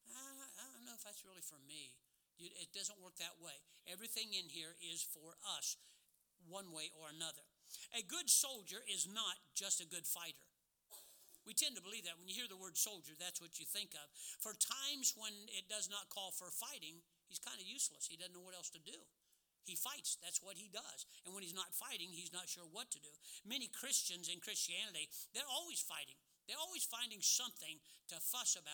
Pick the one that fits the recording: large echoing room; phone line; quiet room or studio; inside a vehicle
large echoing room